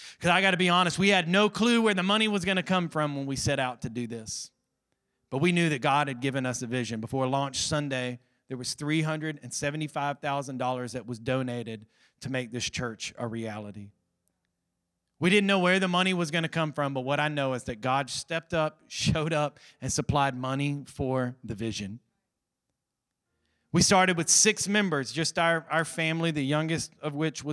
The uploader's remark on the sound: Recorded from our weekly Sunday evening service. Restoration Church.